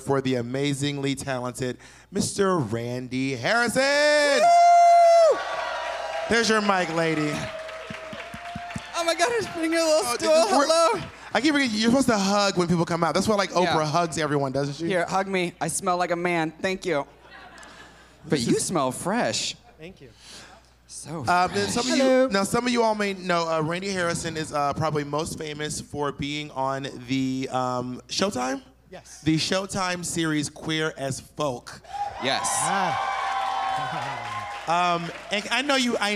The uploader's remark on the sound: Live]